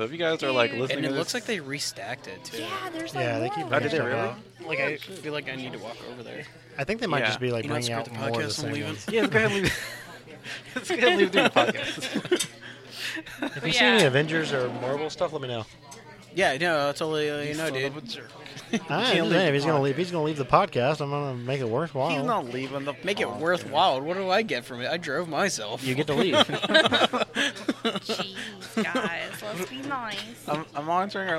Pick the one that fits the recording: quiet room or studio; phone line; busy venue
busy venue